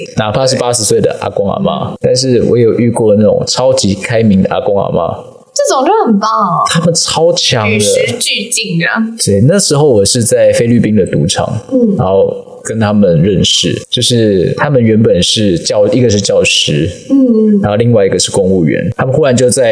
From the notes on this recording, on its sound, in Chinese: 這集的收音麥克風有點狀況，如果有不適請見諒。